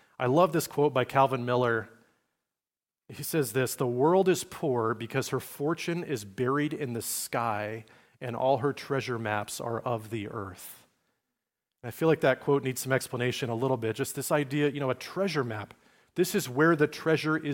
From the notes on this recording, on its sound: message delivered at Liferoads Church in Spokane, Washington, on December 17, 2023.